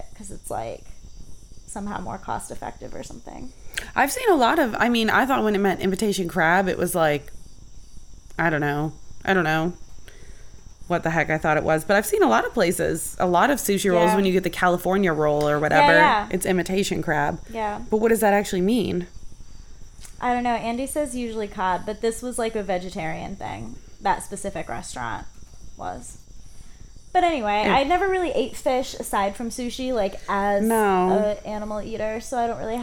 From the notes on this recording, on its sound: The real live neighborhood crickets in the background.